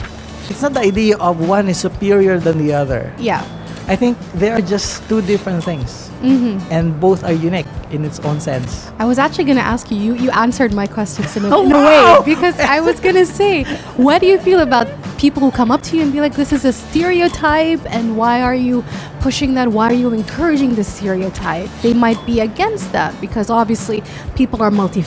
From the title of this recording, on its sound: Live from SIBF 2022